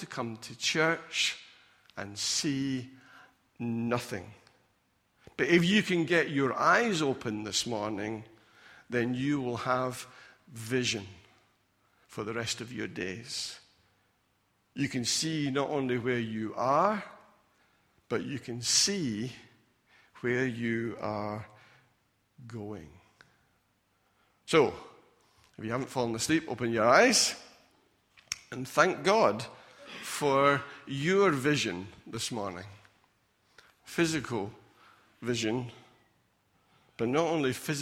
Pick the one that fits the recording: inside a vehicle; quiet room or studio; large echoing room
large echoing room